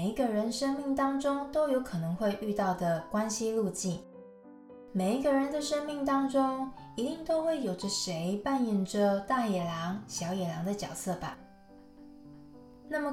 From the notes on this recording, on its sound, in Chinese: 在山上錄音就會把蟬的聲音錄進去。請大貓咪們小貓咪們多包容剪不好的聲音。錄音設備：Zoom l8。